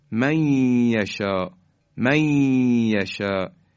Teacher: نون ساکن حذف میشه و حرف بعدی مشدد میشه، یعنی حرف یا رو محکمتر ادا میکنیم و این نون ساکن در حرف یا ادغام میشه.